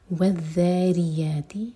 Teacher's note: والذاریاتی، رو کے نیچے کسرہ تو رو باریک